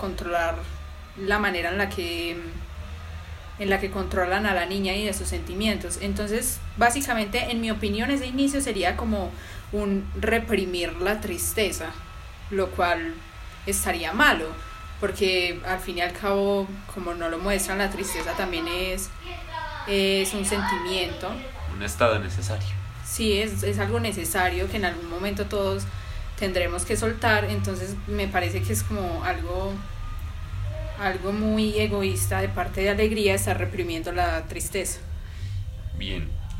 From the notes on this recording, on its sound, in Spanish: Queremos pedir perdón ya que cerca del lugar donde grabamos un grupo de insensatos pensaron que era buena idea hacer una fiesta de mas de veinte personas en la calle en tiempos de pandemia, a consecuencia de ello en este episodio se escuchan algunos ruidos de fondo que fueron imposibles de editar.